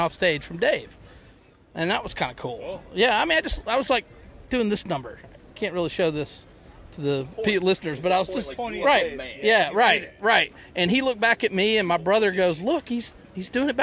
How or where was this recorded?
outdoors